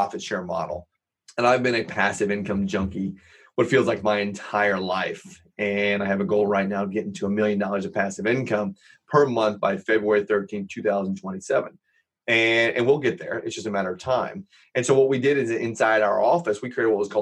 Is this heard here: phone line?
no